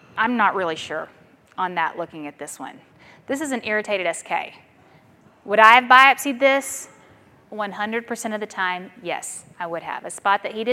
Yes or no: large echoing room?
yes